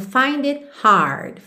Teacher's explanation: você não ouve esse T do it